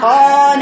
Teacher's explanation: الفرقان قان حركتين مد طبيعي